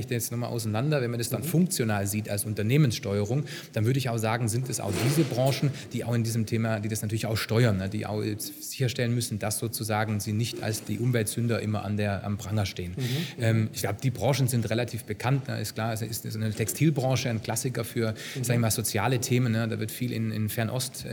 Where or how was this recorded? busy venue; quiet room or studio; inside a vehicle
busy venue